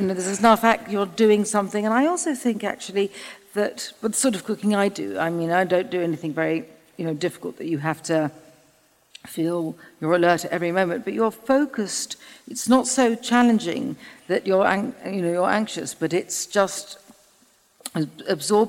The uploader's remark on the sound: In front of a live audience, for an event by our friends at The School of Life.